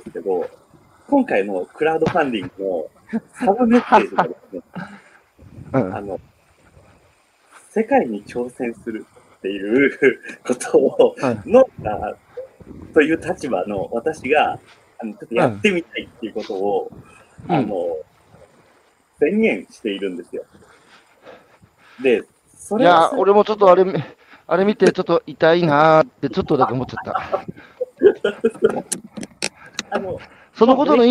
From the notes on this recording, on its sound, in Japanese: 歩きながら1時間、対談する。